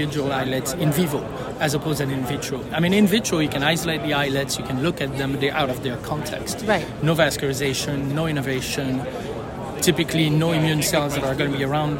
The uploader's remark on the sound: recorded during the ADA 2023 Conference